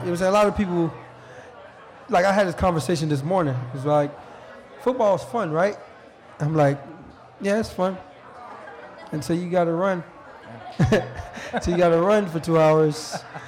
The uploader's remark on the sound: We record live from Mister’s Bar & Lanes in East Aurora, N.Y., and it’s a rollicking affair. Everyone who came on out to pack Mister’s.